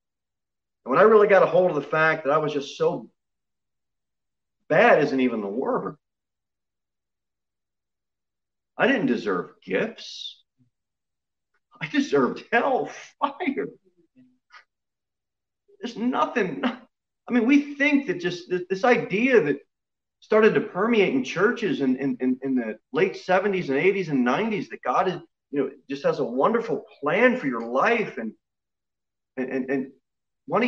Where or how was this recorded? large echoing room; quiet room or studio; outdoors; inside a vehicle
large echoing room